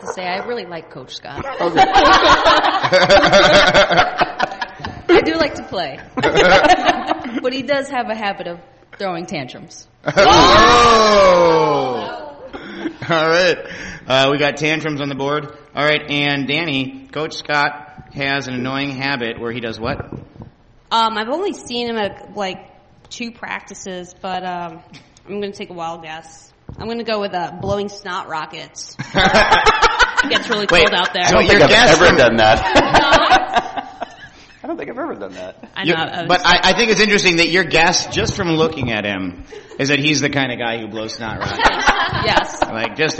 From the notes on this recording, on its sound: We were joined on the panel and in the audience by the Seattle Majestics women's tackle football team.